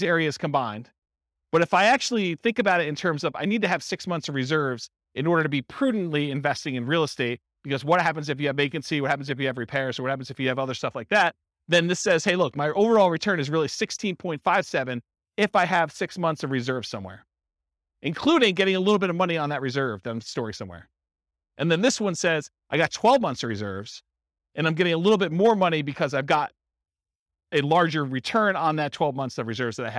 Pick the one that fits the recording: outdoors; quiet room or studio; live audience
live audience